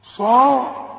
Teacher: الصاد مفخمة قوي بعدها الألف